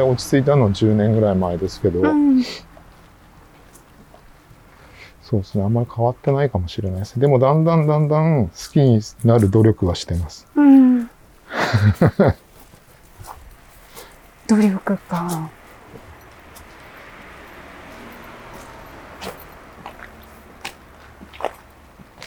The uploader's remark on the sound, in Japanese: 誰かと散歩しながら収録しております。ちょうど夏休みの静かな弘前大学のキャンパスをおしゃべりしながら散歩。